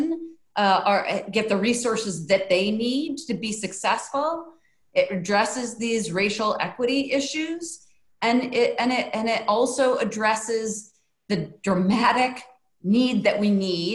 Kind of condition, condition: link, video call